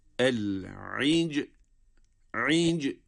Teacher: Bakınız, ayını essesiyle cime bağladık. Sonra cimi kalkale ile okur okumaz hemen lam harfine geçiyoruz · Cim harfinde kalkale ve sonrasında lamı cezimli okuduk.